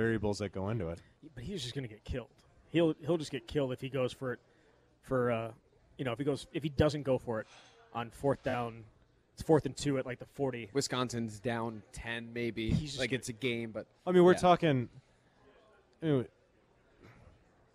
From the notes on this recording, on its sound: live from Monk's Bar and Grill in Sun Praire